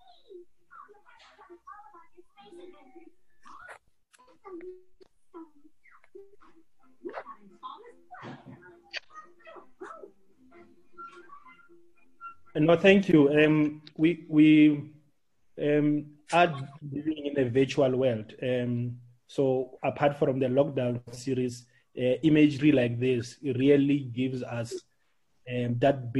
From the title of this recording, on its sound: Webinar discussion